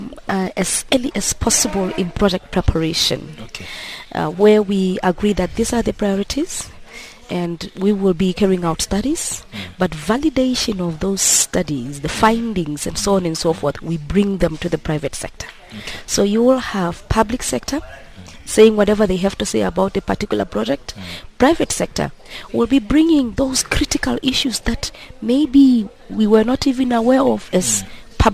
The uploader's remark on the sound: We today in our outside facility here in Sunninghill, west of Johannesburg